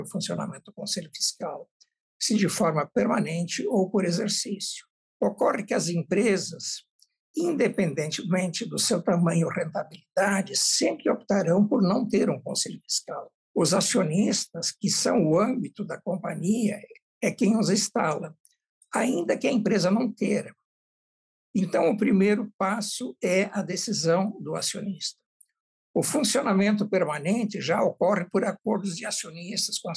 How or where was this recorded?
video call